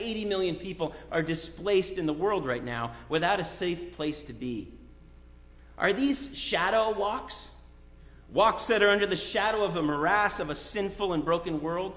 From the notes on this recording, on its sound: Sermon preached at RCHP